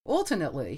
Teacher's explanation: You didn't pronounce the R. · Term: non-rhotic speech